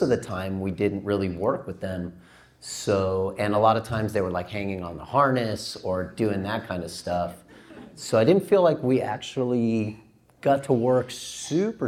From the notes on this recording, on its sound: conducted this interview LIVE on stage during midsummer scream